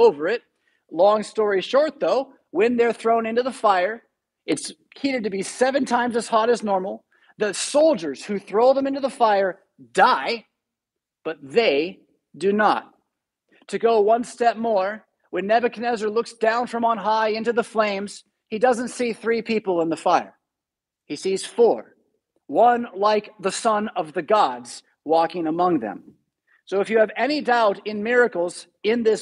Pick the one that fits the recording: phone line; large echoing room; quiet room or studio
large echoing room